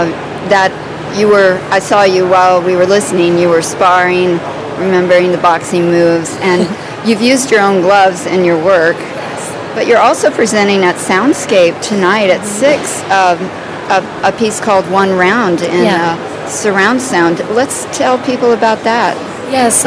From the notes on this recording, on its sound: Live from Untitled Art Fair